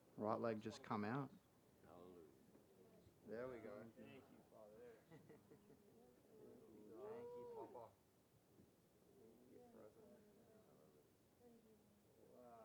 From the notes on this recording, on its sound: This is the full recording of the service.